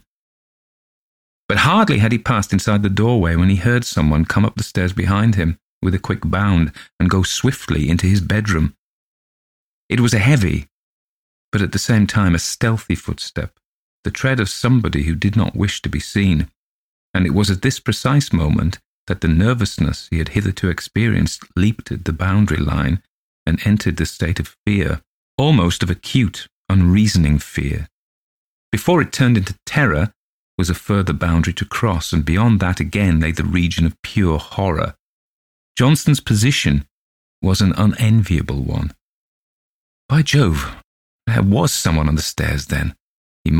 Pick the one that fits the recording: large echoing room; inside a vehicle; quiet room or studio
quiet room or studio